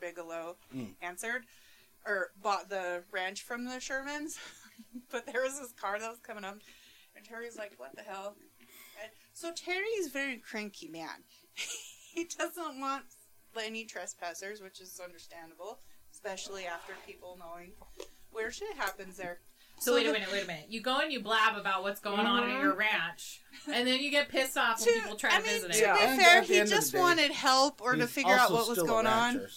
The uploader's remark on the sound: Do forgive us for the wonky sound